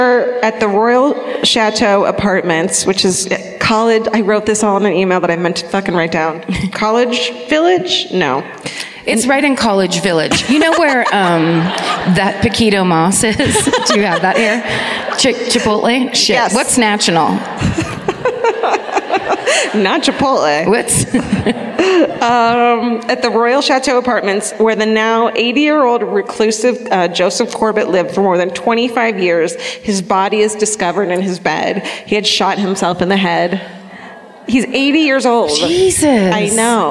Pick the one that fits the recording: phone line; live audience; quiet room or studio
live audience